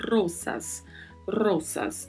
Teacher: Primeiro a letra R com som vibrato e o S com som de S mesmo, né? Isso porque eu sempre saliento que não há sonoridade do Z no espanhol.